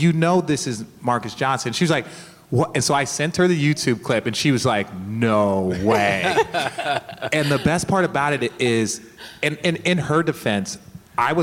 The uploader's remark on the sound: A LIVE edition of RT at the 2017 FOX NBA/NHL Seminar in Palos Verdes. After a Q&A, we decided to bring up former players turned NBA analysts for a little fun. Short and sweet we allowed a room full of Broadcasters, Producers, Directors, Coordinating Producers and Executive Producers get an inside look at what RT is all about.